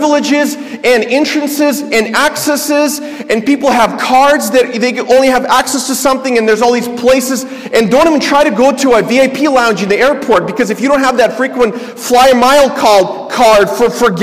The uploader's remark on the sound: This is a sermon I preached at my church.